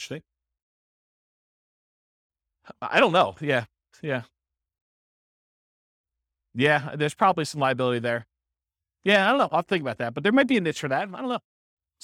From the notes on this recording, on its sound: This was a live class recorded